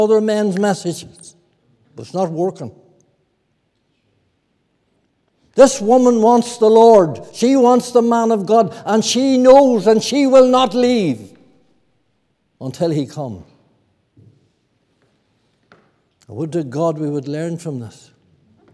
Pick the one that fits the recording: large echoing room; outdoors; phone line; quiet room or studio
large echoing room